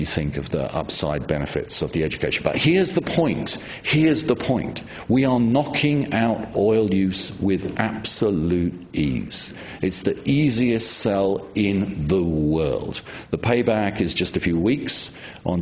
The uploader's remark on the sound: At this lecture